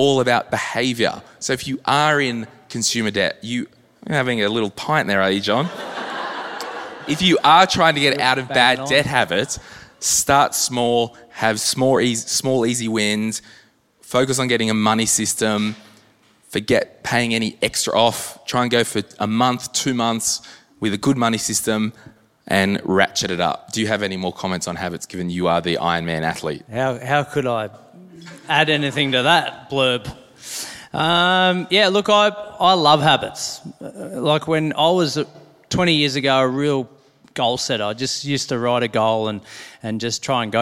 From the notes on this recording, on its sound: This is the live recording from our m3 live tour - Brisbane this was you! Answer a few live audience questions.